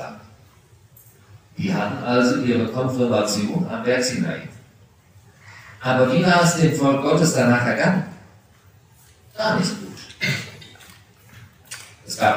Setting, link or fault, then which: setting, large echoing room